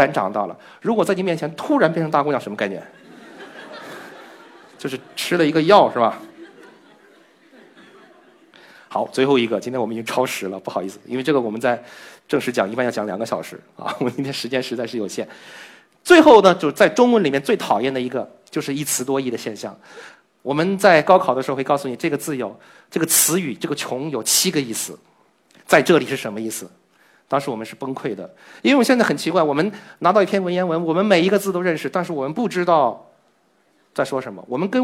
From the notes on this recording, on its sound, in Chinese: 经过与现场观众的互动，有四分之三的观众认为是时间短的意思，只有四分之一的观众回答出了正确答案“看不见”。